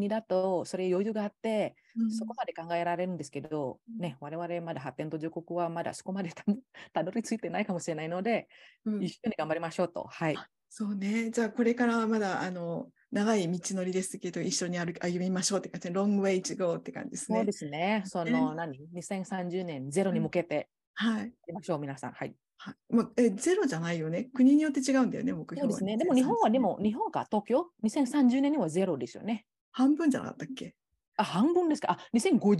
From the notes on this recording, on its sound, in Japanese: 収録場所： オンライン (Zoom)